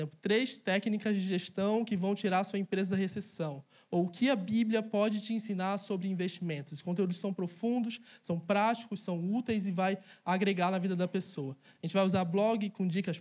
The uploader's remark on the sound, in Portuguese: Mensagem capturada ao vivo no evento Imersão Negócios do Reino.